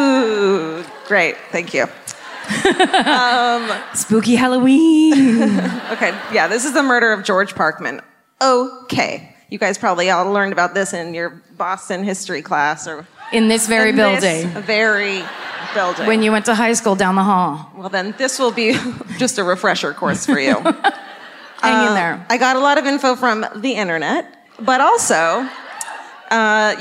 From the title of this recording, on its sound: Live at the Chevalier Theatre in Medford, MA